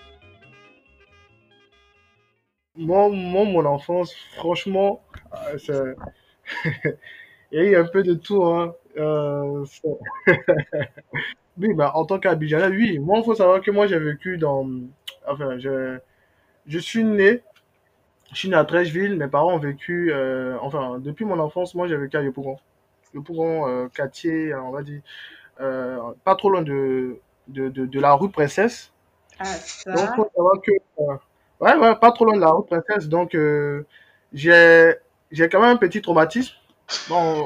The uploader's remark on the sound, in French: Ce podcast est enregistré à distance, veuillez-nous excuser pour la qualité du son.